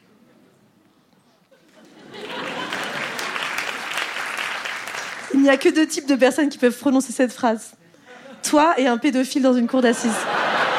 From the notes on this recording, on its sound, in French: Captation réalisée au Cabaret Sauvage.